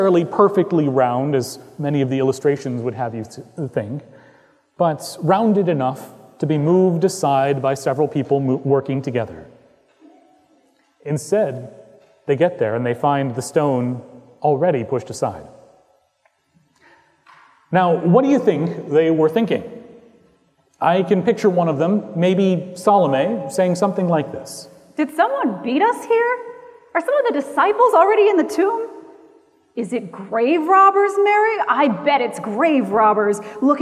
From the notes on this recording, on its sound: Recorded on Easter Sunday, 2018 at Trinity Presbyterian Church in Bixby, Okla.